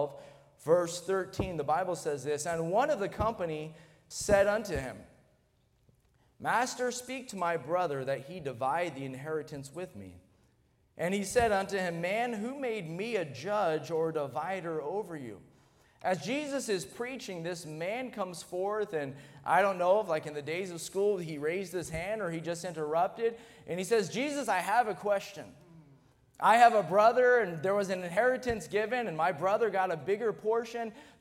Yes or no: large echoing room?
yes